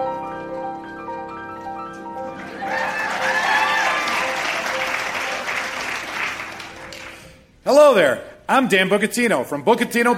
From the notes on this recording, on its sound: Recorded Live 9/7/2013 at Largo, Los Angeles.